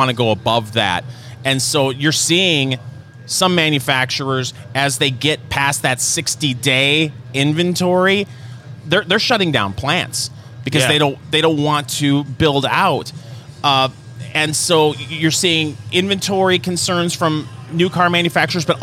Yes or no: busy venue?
yes